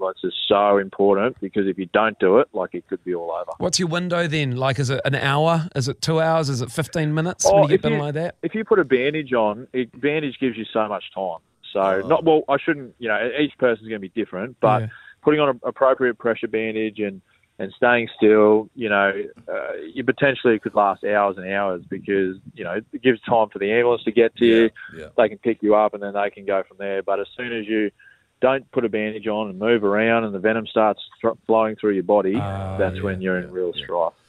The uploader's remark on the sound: We are joined on the phone